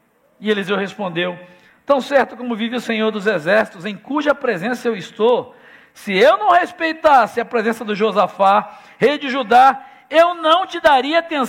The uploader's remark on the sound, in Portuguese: Celebração ao vivo